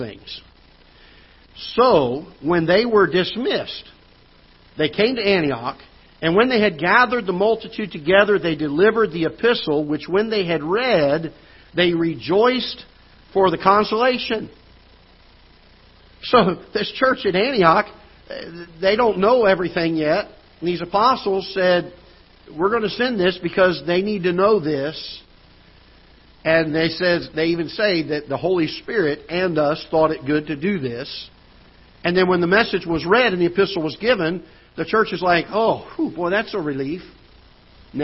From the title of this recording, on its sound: Ketha Heights Baptist Church ~ Live Broadcast